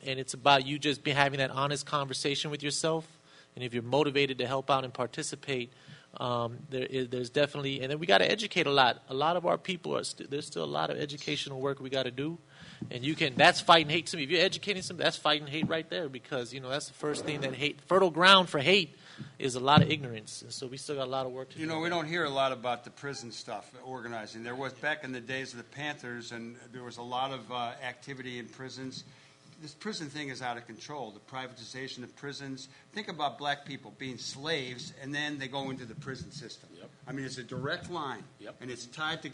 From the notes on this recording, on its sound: This is the complete audio from the Rainbow Coalition panel held at the Augustana Teaching Museum of Art